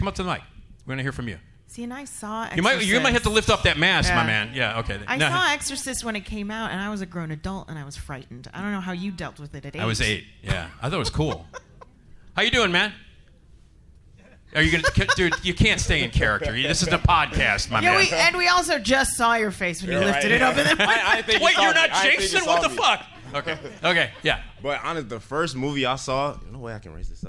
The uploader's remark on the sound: LIVE From Flashback Weekend Horror Convention! Recorded LIVE from the stage at The 2023 Flashback Weekend Horror Convention. Have fun with the Flashback audience.